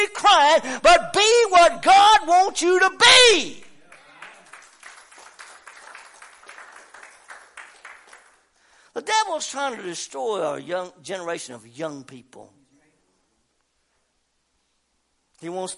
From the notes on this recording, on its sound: WELCOME TO OUR LIVE SERVICE. Preaching at Family Worship Center in Athens Tennessee.